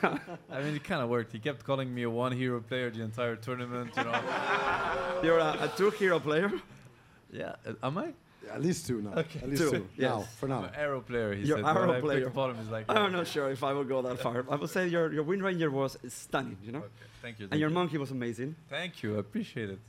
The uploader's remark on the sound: Live from Stockholm Major. The 3rd and final day of our Live Show comes to an end.